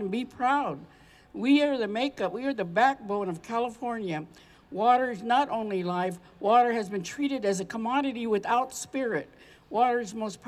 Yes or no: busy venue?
yes